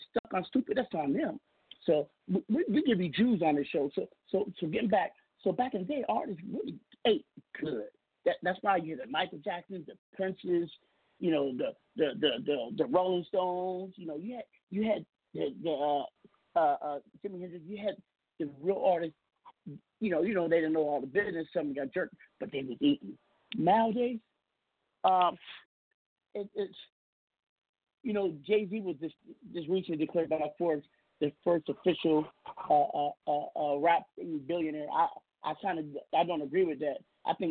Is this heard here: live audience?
no